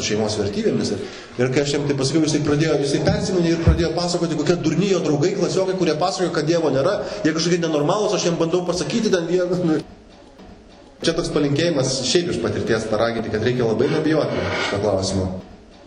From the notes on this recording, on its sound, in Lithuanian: Įrašas iš šeimų festivalio.